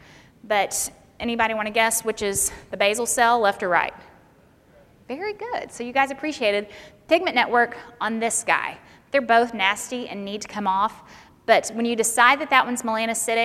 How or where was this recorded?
live audience